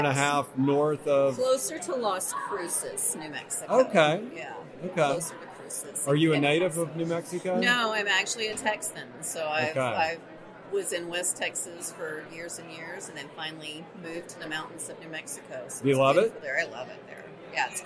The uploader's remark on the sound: Live From Orlando. At the Medical Practice Excellence: Financial and Operations Conference in Orlando.